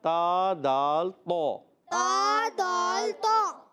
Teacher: بعض بچے نوک بھی کہتے ہیں مگر نوک نہیں، زبان کا سرا اوپر کے دانتوں کی جڑوں سے ادا ہوگا · Term: حروف نطعیہ